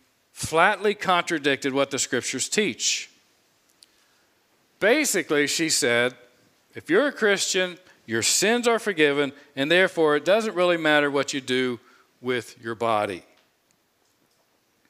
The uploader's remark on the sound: preached this sermon on Sunday, April 10, 2022 from the pulpit of Grace Community Church in Berea, KY.